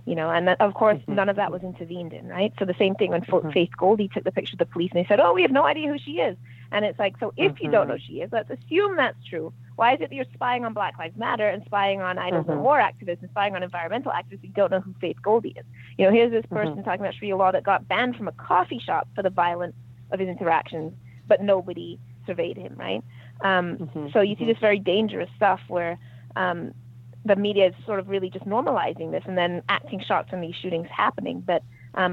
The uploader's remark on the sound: got together by phone